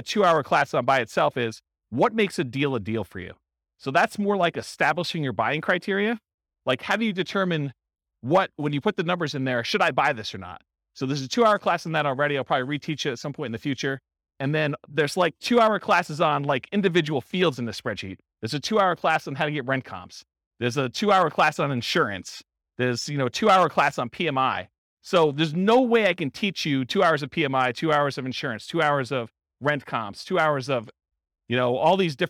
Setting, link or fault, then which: setting, live audience